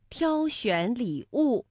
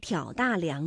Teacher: 像挑选礼物，那就是读一声挑，而挑大梁呢，我们读三声